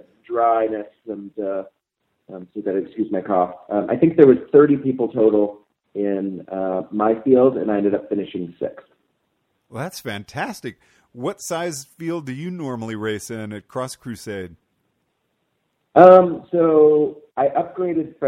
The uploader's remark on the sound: Cyclocross Long Beach Post Race Day 1. Phone in after a successful day of racing!